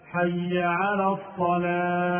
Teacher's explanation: يسقط الهاء من حي على الصلاة فينطقها هكذا: حي على الصلاة، لا ينطق الهاء، حي على الصلاة، صلاة، الصلاة، هذا خطأ، وإنما ينبغي أن يبين الهاء فيقول حي على الصلاة، لابد أن يبين الهاء.